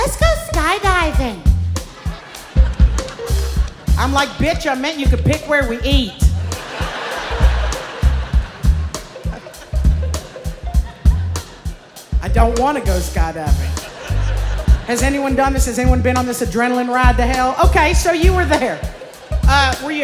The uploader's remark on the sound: Snap LIVE! in Brooklyn.